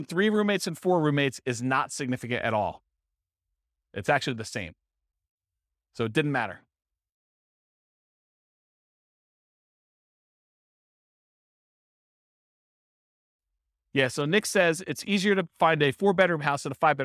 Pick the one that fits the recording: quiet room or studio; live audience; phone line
live audience